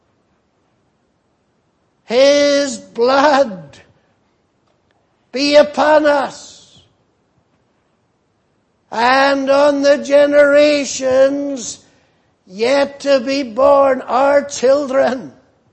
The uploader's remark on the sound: at the Lord's Day Morning service on 17th June, 2018